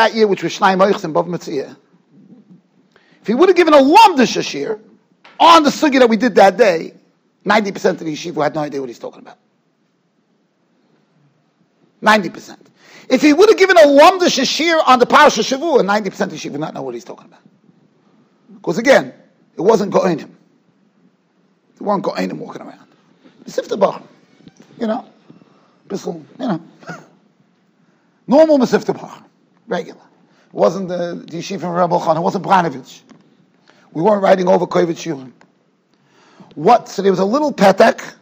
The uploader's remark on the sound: Shiur recorded in Yeshivas Ohr Reuven, Monsey, NY.